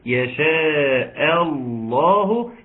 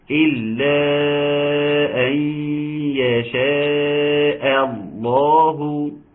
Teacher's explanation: ناخد بالنا ان الهمزه الاول تكون مرققه بتاعه يشاء